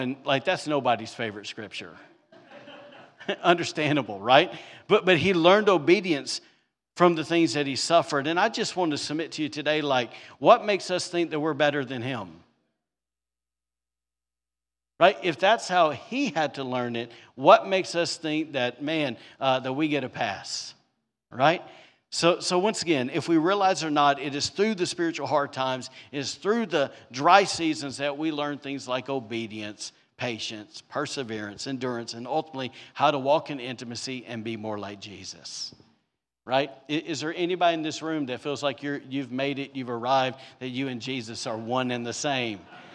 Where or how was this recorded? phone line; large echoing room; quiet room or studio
large echoing room